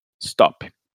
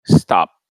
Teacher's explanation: E o último P, que é o que a gente chama de unreleased, ele não tem também uma vogal. · Shown in: second take · E geralmente a gente coloca uma vogal.